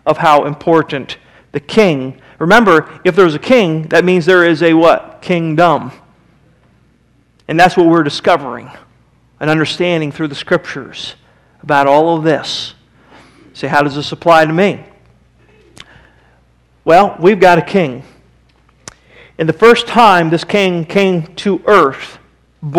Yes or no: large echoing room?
yes